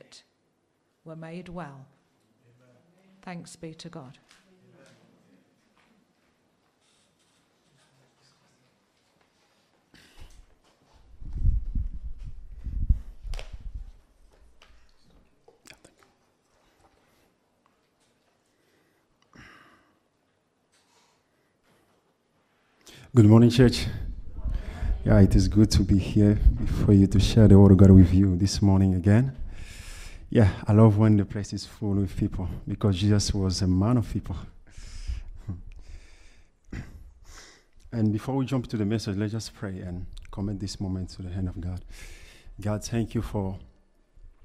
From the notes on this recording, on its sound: Preached at LCC Sunday Service